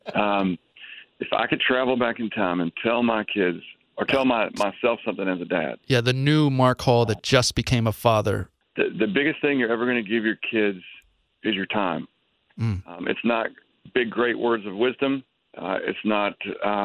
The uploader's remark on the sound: on the Batphone!